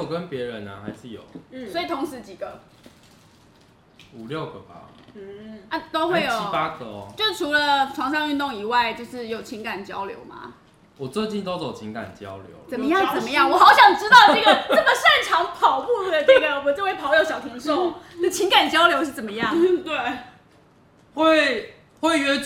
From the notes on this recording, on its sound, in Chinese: 本集節目邊吃晚餐邊錄音，有大量咀嚼聲請注意。